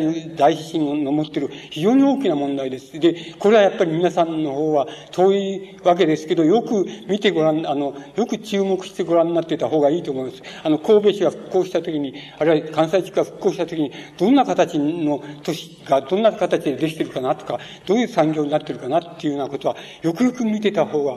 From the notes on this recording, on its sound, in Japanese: 場所：山梨県立文学館講堂。山梨県立文学館で行われた シンポジウムにおける講演。音源は主催者提供。